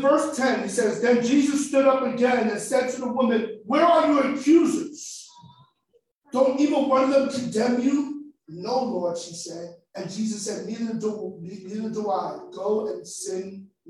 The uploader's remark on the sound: the facebook live recording so the sound may be a lil eh